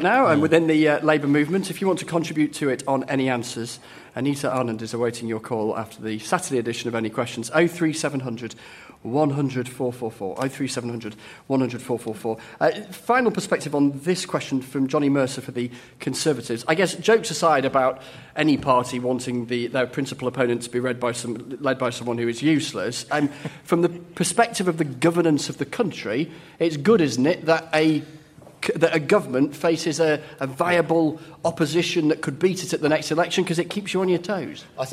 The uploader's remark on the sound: Presents topical discussion from Launceston Town Hall in Cornwall.